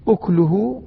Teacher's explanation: أكله طبعا الكاف ساكنة عند ورش، بينما هي موجودة مضمومة أكله عند حفص بالضم.